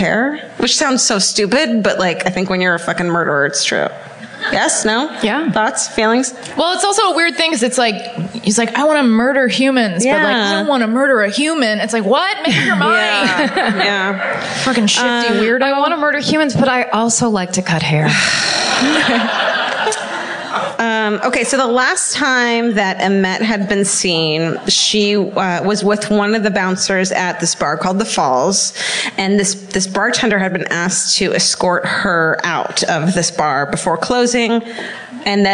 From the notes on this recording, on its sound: Live at The Bell House. On a live episode of My Favorite Murder in Brooklyn.